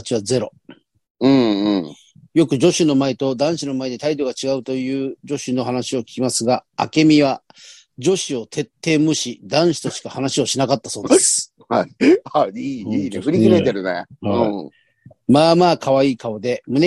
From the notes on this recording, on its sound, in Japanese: ZOOMで収録